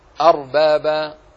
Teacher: راء ساكنة فتحت ما قبلها تفخم